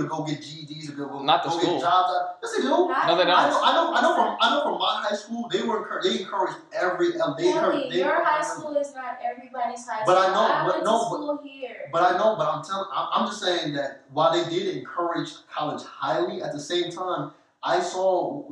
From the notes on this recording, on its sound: Sorry for the bad quality